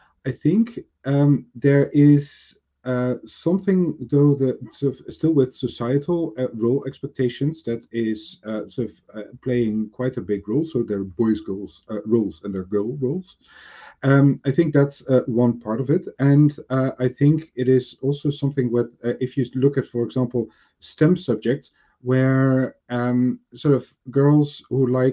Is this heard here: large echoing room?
no